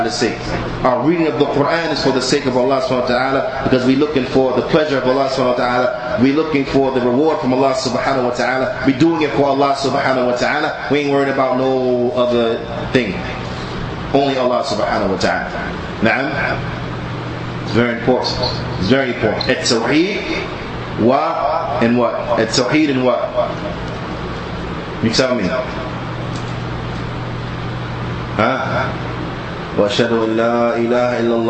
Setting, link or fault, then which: setting, large echoing room